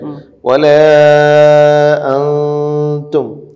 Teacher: അവിടെ തരിമൂക്കിലൂടെ ഗുന്നത്തിൻ്റെ സ്വരം വരണം, എന്നാൽ നാവ് മഹ്റജിൽ നിന്ന് അകന്ന് നിൽക്കുകയും വേണം. മഹ്റജിൽ നിന്ന് നൂനിൻ്റെ മഹ്റജ് നാവിൻ്റെ അറ്റം മേലെ മുൻപല്ലിൻ്റെ ഊനിൽ തട്ടുമ്പോഴാണ് ന നി നു അൻ എന്ന ശബ്ദം ഒക്കെ വരുന്നത്. · Term: ഇഹ്ഫ